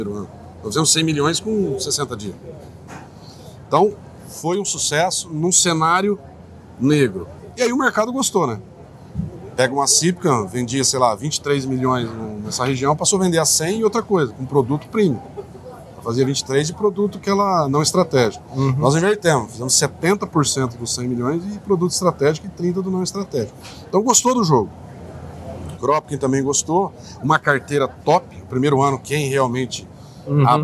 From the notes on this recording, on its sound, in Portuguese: Prosa boa, gravada durante o Congresso Nacional Andav em São Paulo.